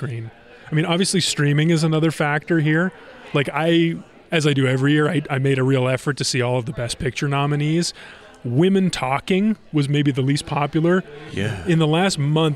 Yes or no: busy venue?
yes